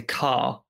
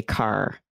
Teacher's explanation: I'm going to say car with that R at the end, like a pirate. · Shown in: second take